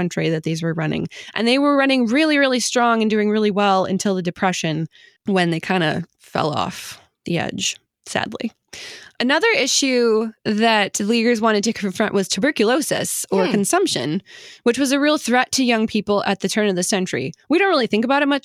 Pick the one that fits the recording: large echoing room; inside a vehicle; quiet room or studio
quiet room or studio